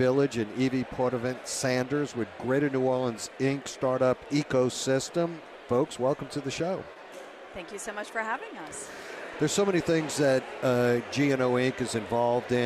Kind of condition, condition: setting, busy venue